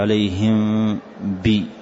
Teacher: وما تطبق الشفتين وإنما تفتحها يسيرا، فهو إخفاء شفوي، فتقول عليهم بي.